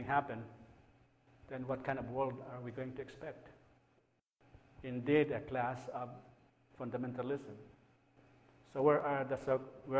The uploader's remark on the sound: A lecture at Plymouth United Church of Christ, Eau Claire, Wisconsin, on July 22, 2012.